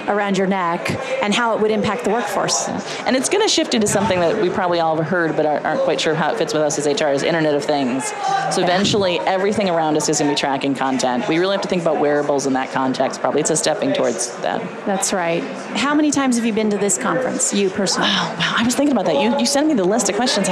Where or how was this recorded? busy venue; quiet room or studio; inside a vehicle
busy venue